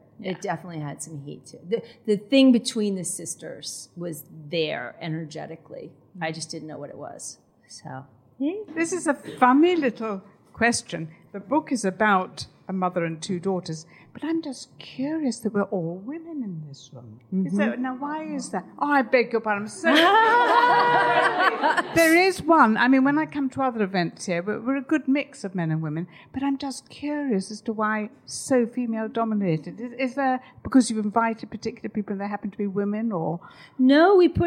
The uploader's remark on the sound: The LIVE Episode. The audience that arrived at the Poetry Cafe could not have been more perfect, and the audio came out crystal clear. We had some brilliant questions from our magical studio audience.